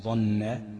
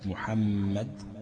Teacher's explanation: النون المشددة والميم المشددة يجب غنهما بمقدار حركتين · Term: غنة